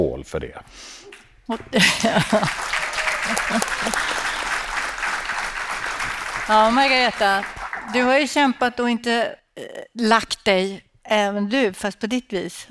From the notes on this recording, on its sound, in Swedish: På DHR:s förbundsmöte, tillika 100 årskalas, spelades podden in live i Göteborg.